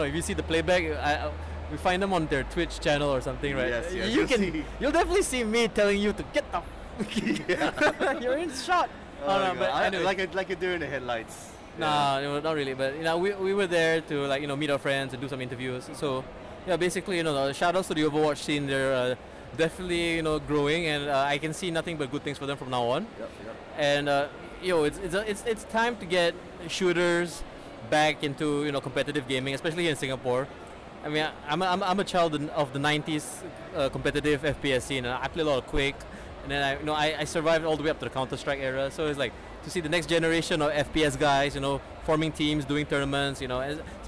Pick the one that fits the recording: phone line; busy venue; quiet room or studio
busy venue